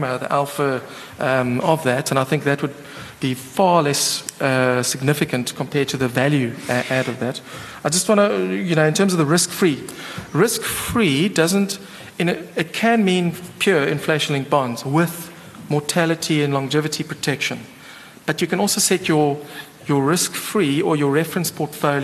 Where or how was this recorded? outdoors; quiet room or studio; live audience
live audience